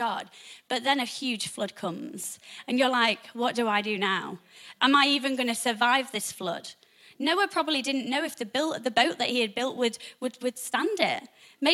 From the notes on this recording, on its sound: Recorded live at the Chesterfield Campus this is the message from the morning service